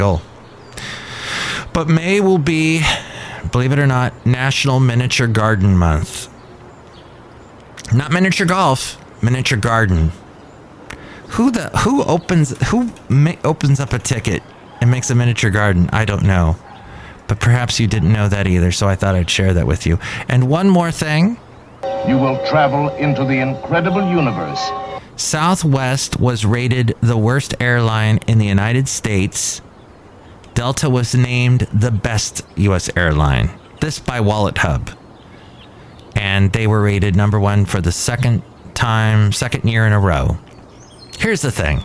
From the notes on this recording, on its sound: podcasts live from Café Anyway